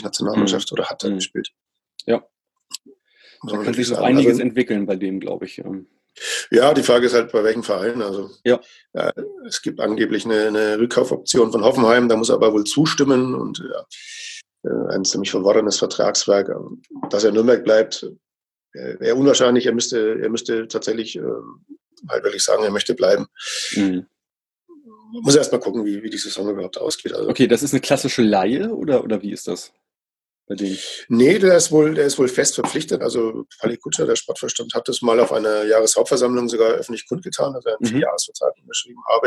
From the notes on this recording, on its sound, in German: Musste ich heute kurzfristig auf ein neues Aufnahme-Setup ausweichen – Zoom statt Skype. Scheint ganz okay funktioniert zu haben, obwohl ich erst skeptisch war.